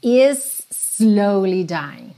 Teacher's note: Percebe que is termina em S, slowly começa em S, você não precisa marcar o S duas vezes.